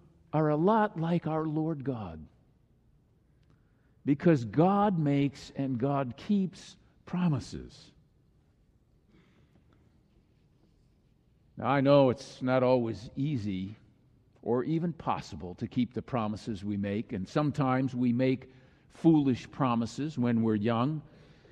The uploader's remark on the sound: was delivered during the Traditonal Worship service